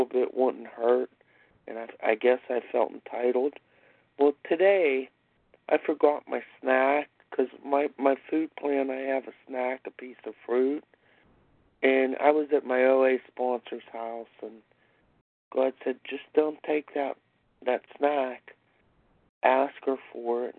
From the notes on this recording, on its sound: 100 Pounders Phone Meeting